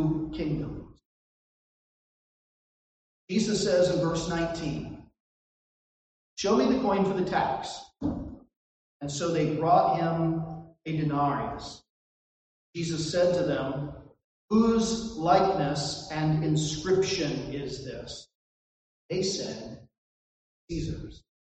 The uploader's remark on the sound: This recording suffers from poor audio quality.